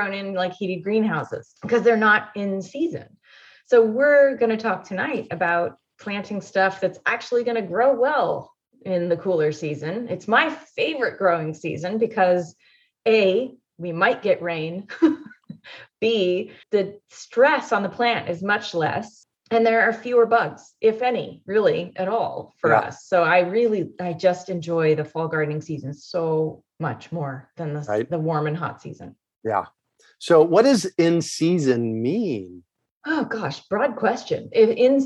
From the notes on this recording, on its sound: Has a relaxed conversation in a Zoom room with a special guest. They answer questions from the live listening audience.